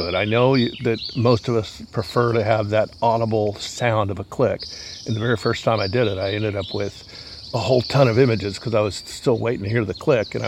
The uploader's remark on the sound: as he broadcasts on location, while on a wildlife photography shoot